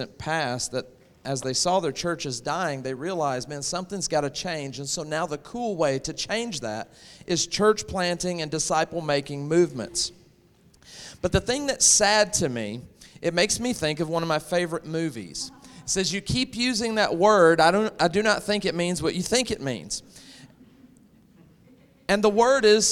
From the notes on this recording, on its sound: This content was featured at the 2023 Campus Ministry United Workshop: Beautiful Feet. Hosted live at The Crossings Church St. Charles County in O’Fallon, MO, near St.